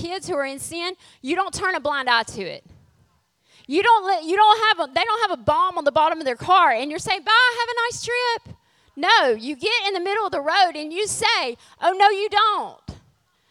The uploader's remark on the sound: Refresh Women's Conference Session 2